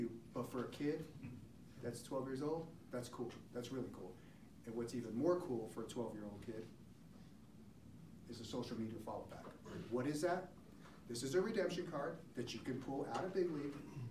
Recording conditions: busy venue